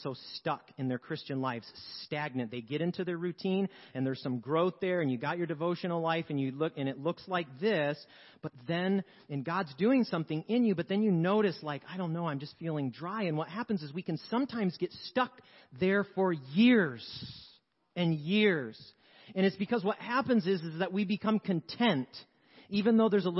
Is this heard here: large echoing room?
yes